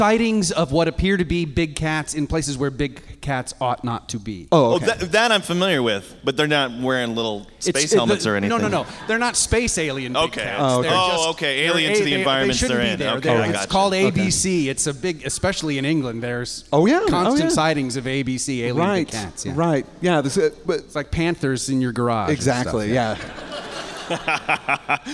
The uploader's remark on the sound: This was our show at the NecronomiCon - LIVE from the Biltmore Hotel in Providence, RI